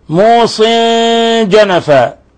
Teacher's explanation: تنوين كسر جاء بعد حرف الجيم، الحكم التجويدي إخفاء حقيقي، لأن الجيم من حروف الإخفاء الحقيقي، فمن خاف من موص